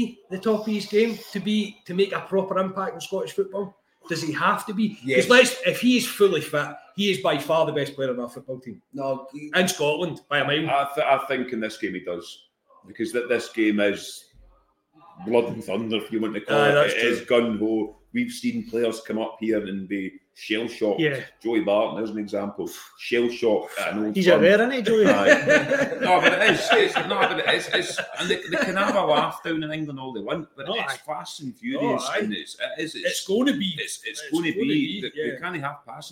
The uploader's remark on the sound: RECORDED AT THE VICEROY BAR